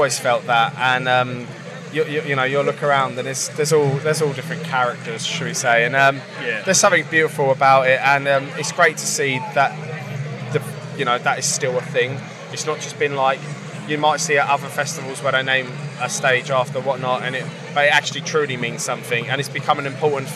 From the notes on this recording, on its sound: From our 'Live from Bloodstock 2023' series.